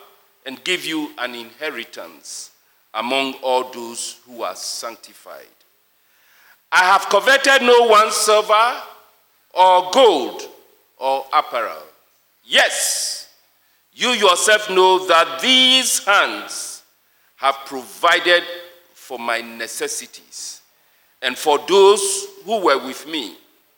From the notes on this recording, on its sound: Sermon preached at CBC Shiashie Campus